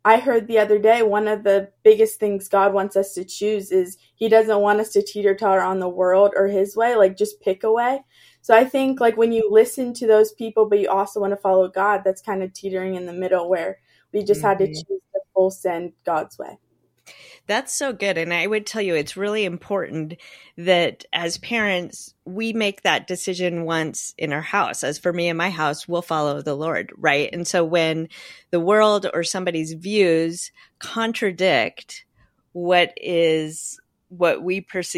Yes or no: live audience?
no